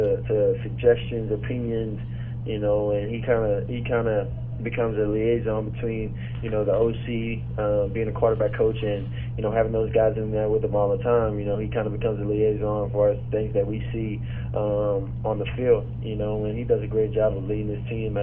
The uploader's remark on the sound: Opponent Conference Call